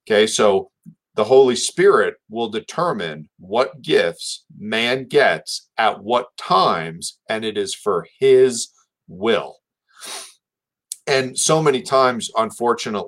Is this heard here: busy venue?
no